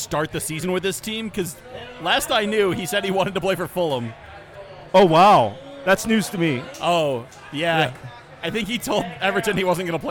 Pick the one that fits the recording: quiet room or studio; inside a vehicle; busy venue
busy venue